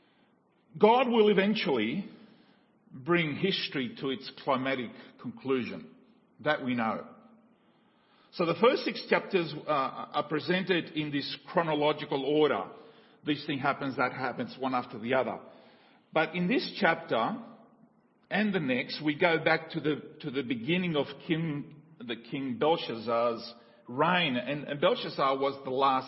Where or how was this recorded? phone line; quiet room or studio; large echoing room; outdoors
large echoing room